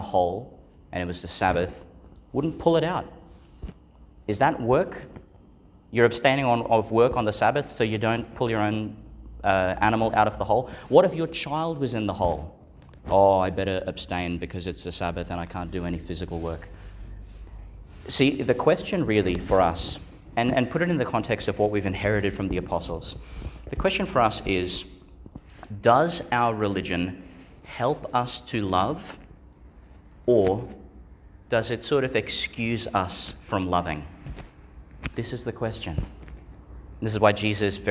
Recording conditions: large echoing room